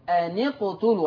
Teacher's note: لما تشبك أن مع قتلوا همزة الوصل بتسقط · Term: همزة الوصل تسقط